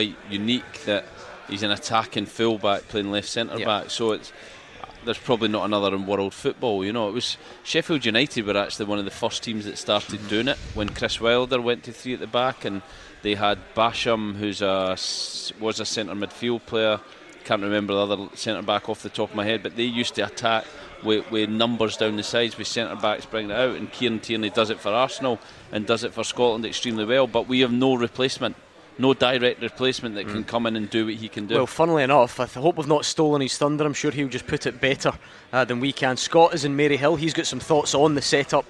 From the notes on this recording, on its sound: live from Scotland HQ at Drygate Brewery